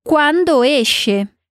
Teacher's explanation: A gente só precisa prestar atenção para não transformar o e em i. E para não transformar o o em quando em u.